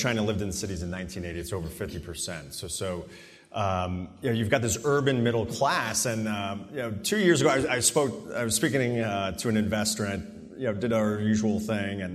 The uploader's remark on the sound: Then you'll hear a panel from the IMN Conference